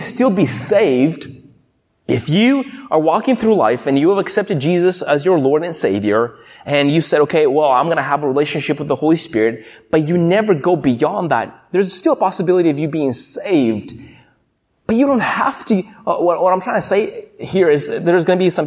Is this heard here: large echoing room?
yes